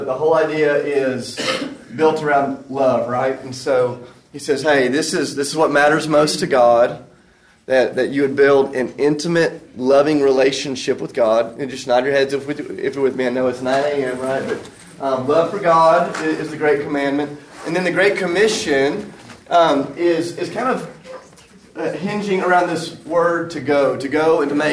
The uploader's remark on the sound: recorded at the National Disciple Making Forum